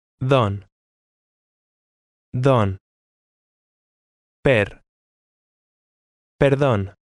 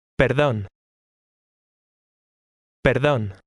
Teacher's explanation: the Spanish way of pronouncing a D often makes it sound a little like our TH